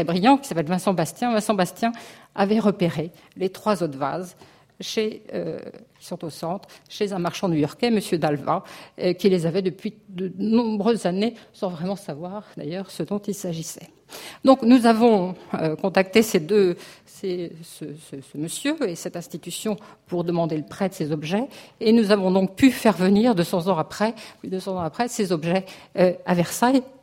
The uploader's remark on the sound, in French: enregistrée le 28 janvier 2016 dans le cadre du colloque « Mobiliers, ensembles, décors.